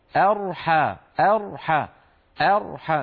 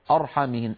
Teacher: من همزة مرققة إلى راء مفخمة · Shown in: first take · ولا نقول أبدا أرحامهن.